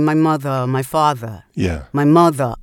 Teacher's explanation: people in New York say, my mother, my father, my mother, that's a straight up schwa